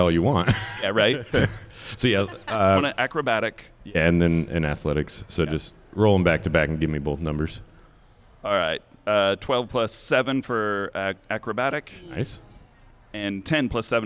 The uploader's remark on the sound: Live from PodCon